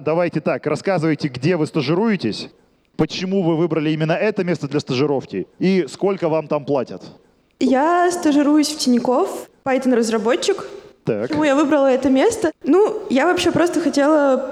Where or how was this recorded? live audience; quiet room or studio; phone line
live audience